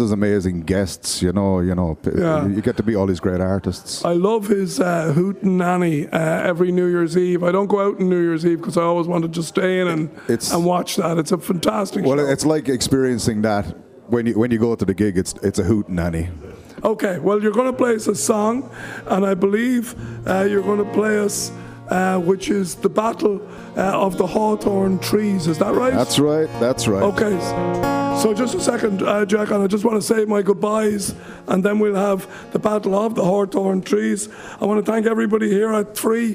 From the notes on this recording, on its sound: a hugely enjoyable broadcast from the Three Store on Grafton Street